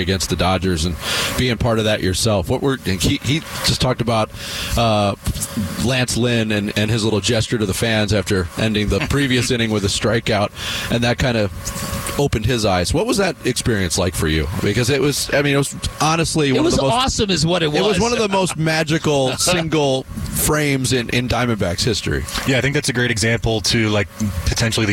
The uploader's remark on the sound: We are live from Salt River Fields